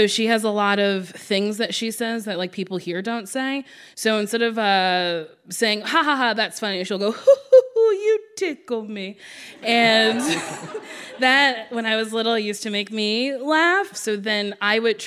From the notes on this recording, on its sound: The pair sat down in front of a live audience in Los Angeles earlier this year.